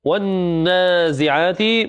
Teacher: النون هنا فيها غنة لأنها مشددة